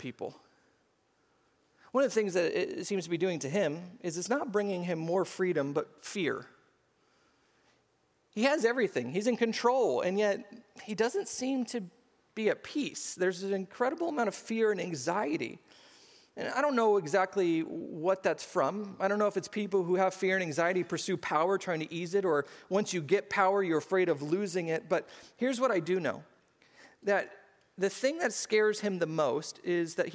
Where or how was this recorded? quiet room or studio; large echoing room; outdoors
large echoing room